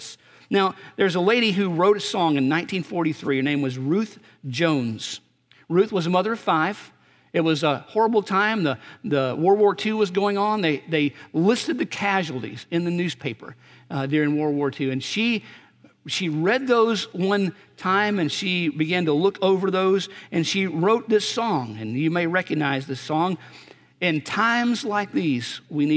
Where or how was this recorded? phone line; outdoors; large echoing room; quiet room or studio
large echoing room